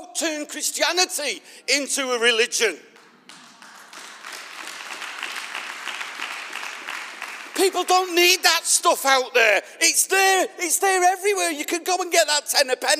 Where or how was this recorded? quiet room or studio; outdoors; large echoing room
large echoing room